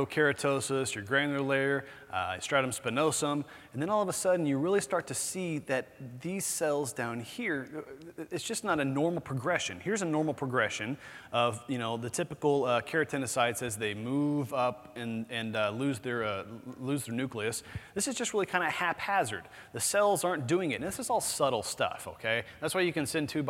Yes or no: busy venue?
yes